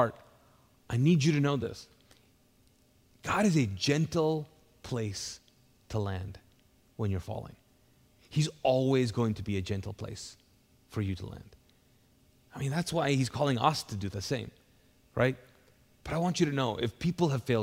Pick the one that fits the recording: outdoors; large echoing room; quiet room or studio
large echoing room